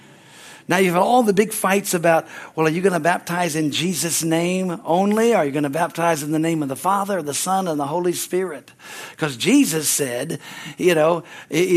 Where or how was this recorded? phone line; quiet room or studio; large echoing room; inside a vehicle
large echoing room